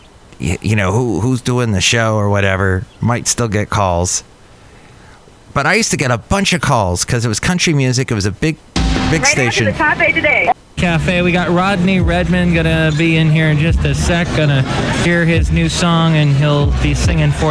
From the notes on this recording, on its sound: Podcasts live from Cafe Anyway.